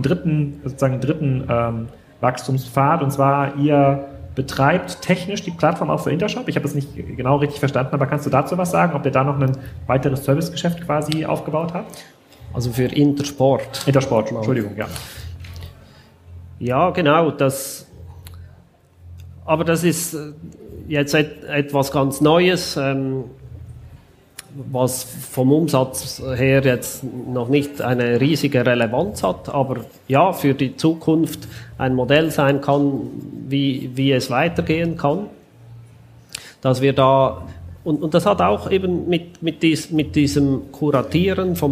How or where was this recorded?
busy venue